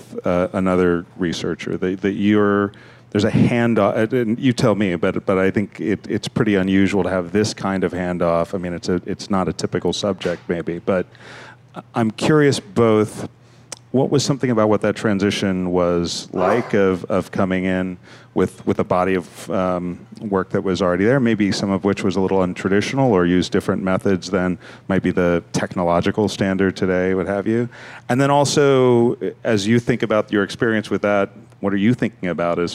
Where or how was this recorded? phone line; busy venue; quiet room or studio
busy venue